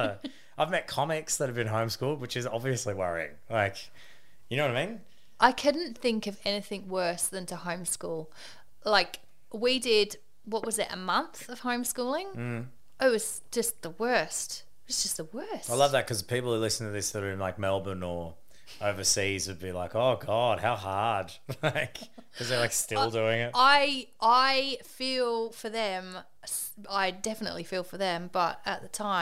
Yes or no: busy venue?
no